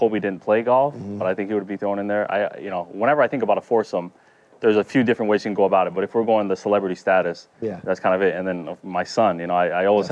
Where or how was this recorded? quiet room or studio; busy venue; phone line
busy venue